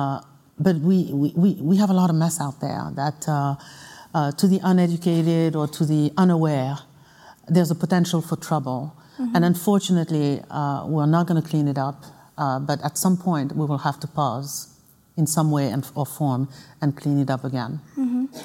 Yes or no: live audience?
yes